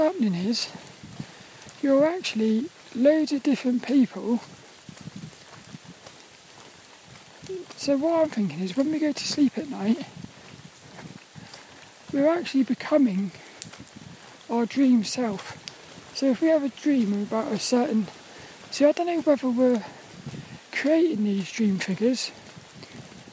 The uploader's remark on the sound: Was a Walk and Talk around Plymbridge Woods in Plymouth. As he joined us for this one in the pouring rain.